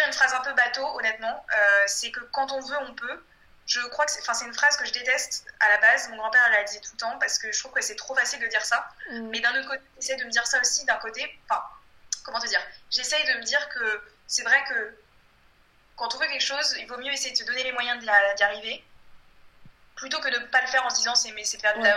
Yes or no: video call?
yes